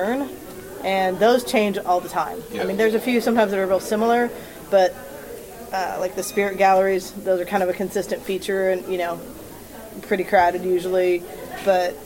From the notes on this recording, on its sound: KC Metaphysical Conference Part 2. Interviews at the KC Metaphysical Conference.